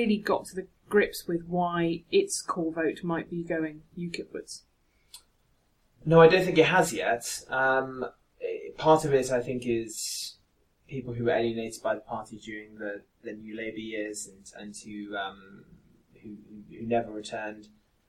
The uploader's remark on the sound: Apologies in advance for some audio quality issues with this week's podcast - gremlins got into the wires.